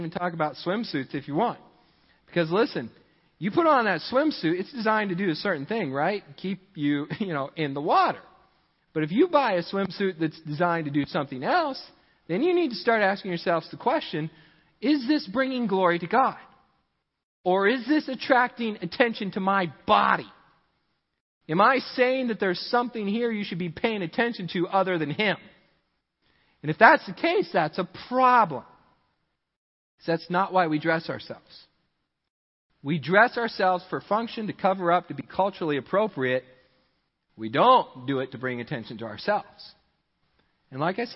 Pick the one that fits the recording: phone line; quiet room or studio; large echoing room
large echoing room